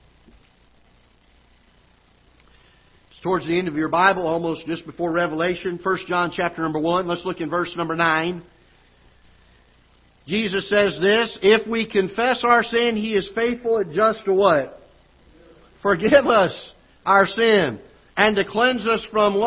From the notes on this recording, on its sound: Ketha Heights Baptist Church ~ Live Broadcast.